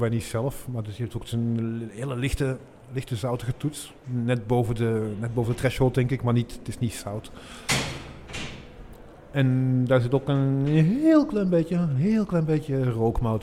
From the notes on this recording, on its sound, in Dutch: Op dag 1 van het bierfestival The Beer Experience in Heusden-Zolder hadden we enkele gesprekken.